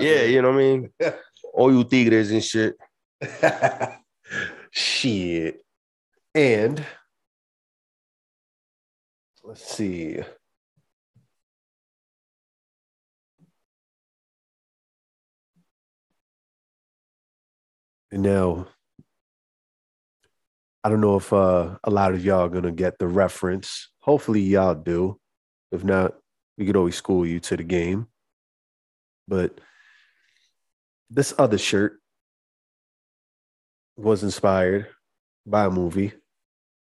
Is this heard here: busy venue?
no